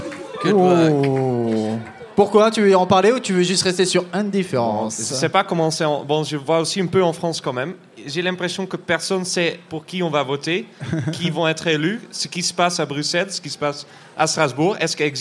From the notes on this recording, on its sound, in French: Elle a été enregistrée en LIVE au Charolais Club de Ground Control dans le cadre de la journée de l'Europe !